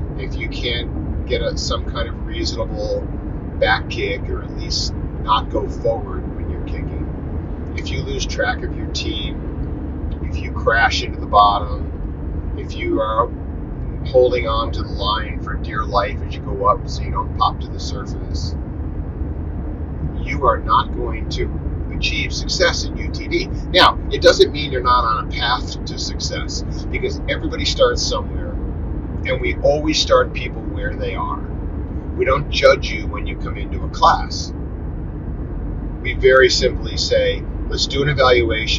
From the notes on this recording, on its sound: Carcast. A monologue I recorded in my car. After I apologize for the crappy audio quality.